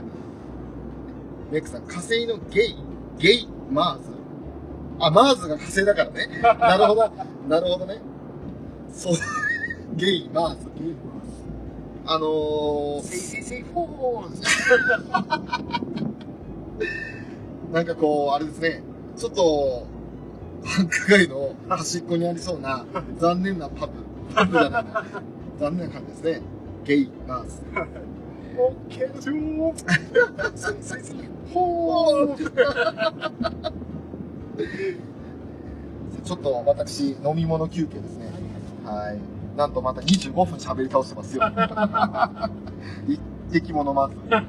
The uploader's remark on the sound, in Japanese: 環境音などの雑音がひどい録音状態